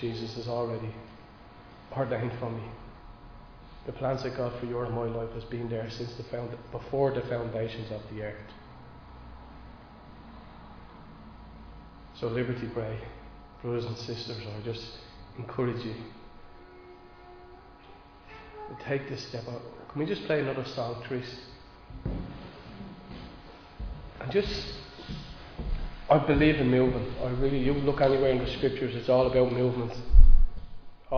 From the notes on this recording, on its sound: Recorded live in Liberty Church